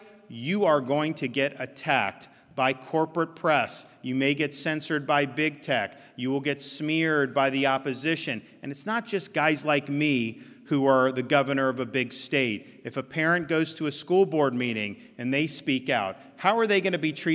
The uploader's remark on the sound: NatCon 3 Miami. Keynote address at the Miami National Conservatism Conference.